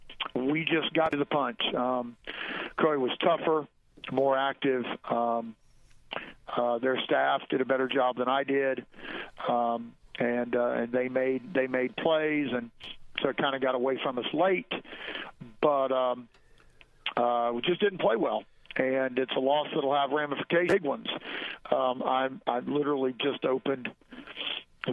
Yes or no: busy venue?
no